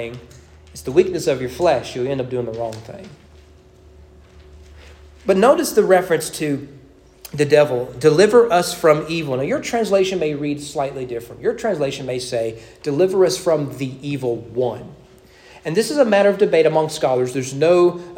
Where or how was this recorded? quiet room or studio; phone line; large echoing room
large echoing room